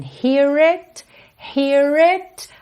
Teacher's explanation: Aqui enrola o R porque ele liga hear no it